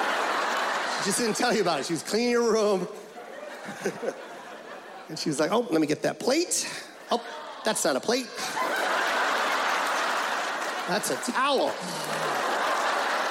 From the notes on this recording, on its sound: Live from Seattle